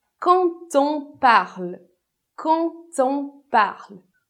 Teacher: com som de T entre o quand on · Term: liaison